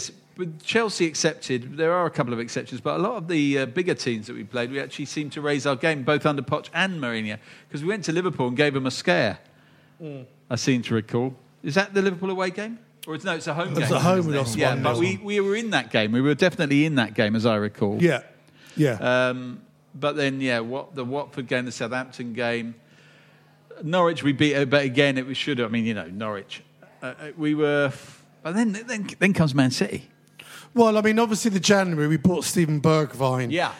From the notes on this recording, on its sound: our Beehive Live Show